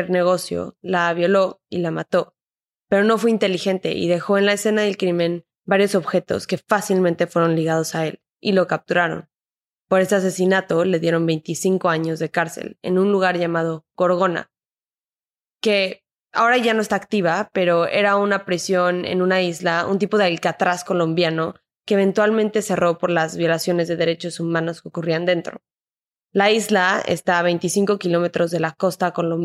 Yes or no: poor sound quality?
no